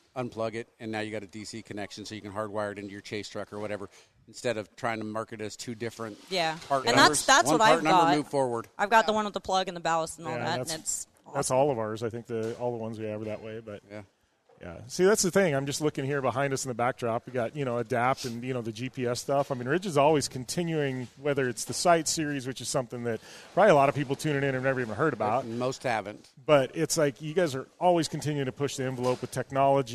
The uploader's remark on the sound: In this episode we are coming live from Rigid Industries talking with staff during "Employee Appreciation Day".